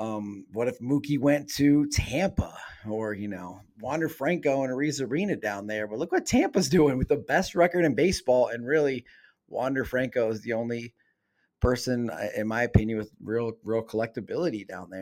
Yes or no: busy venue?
no